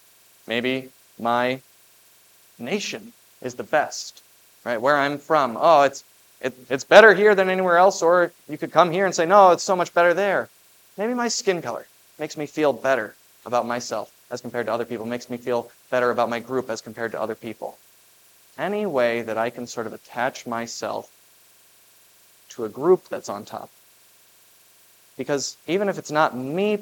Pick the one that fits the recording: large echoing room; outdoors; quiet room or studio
large echoing room